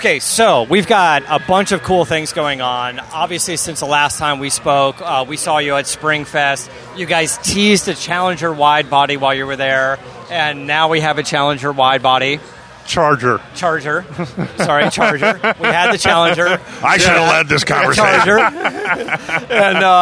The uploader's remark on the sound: Live from Roadkill Nights Powered by Dodge Event